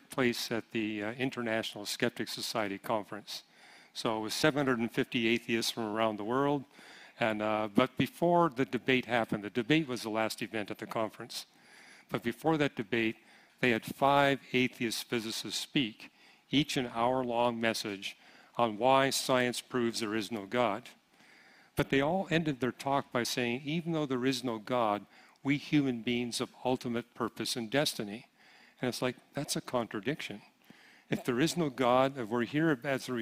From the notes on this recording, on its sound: 2023 Apologetics Conference. The floor was opened for questions from the audience.